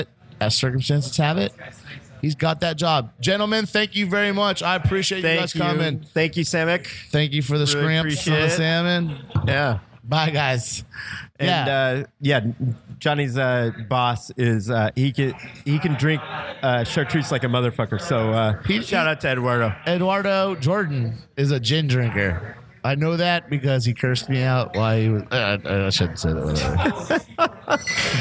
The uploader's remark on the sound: Part II of the live show